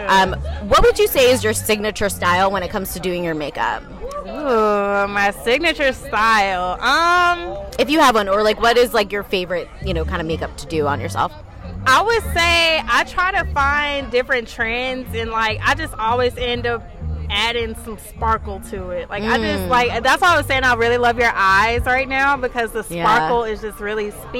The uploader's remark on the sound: Meetup Live. Mini interviews live at the NYC and ATL meetup.